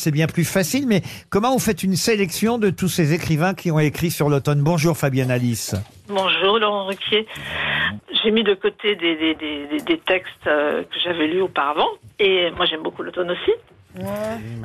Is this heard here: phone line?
yes